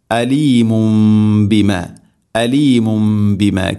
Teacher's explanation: തൻവീന് ശേഷം ബ എന്ന അക്ഷരം വന്നാൽ തൻവീനോ നൂനുസാക്കിനൊക്കെ ശേഷം ബ വന്നാൽ ഇഖ്ലാബ്, ആ തൻവീനിനെ മീമാക്കി മാറ്റണം